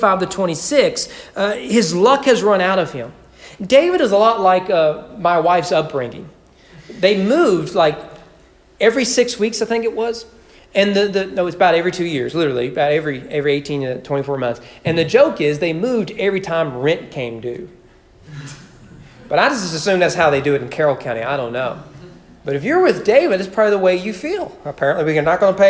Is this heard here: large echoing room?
yes